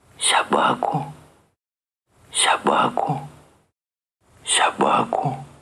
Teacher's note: Соответственно, на центре интонационной конструкции взлет, а потом падение. Это может быть пара ИК-3, ИК-1, когда ИК-3 – это вопрос, а ИК-1 – это ответ.